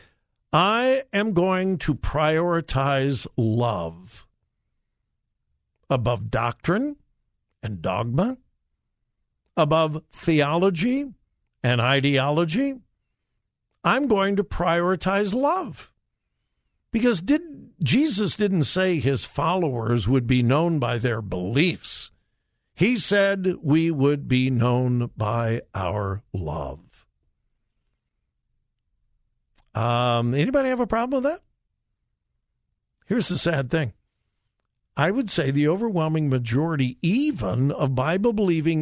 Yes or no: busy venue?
no